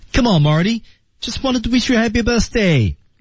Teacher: 对它整体中间往上扬，后面还是要下来啊